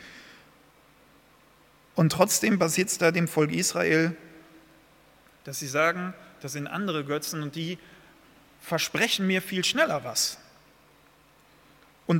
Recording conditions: large echoing room